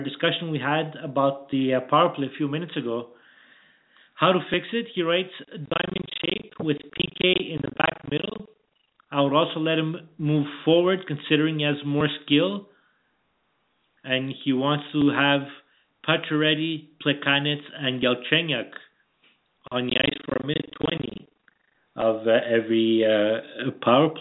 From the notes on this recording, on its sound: we take your phone calls